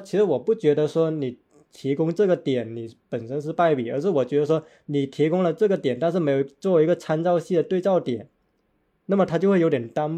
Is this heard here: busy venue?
no